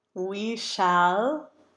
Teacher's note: a great combination of the closed E followed by the bright cat vowel, bright L, shall.